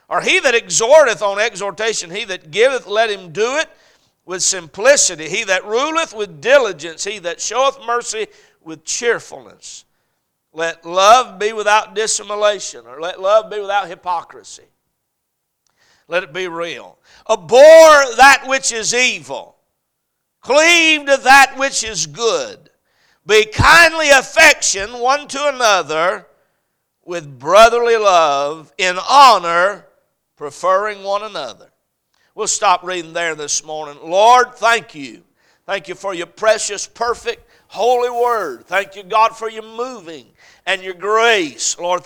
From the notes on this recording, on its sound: A message preached at Crossroads Baptist Church